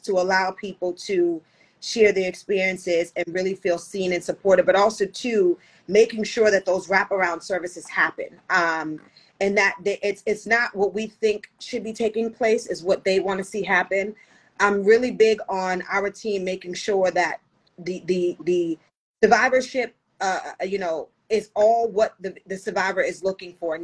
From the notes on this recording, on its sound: the audio version of our Instagram live edition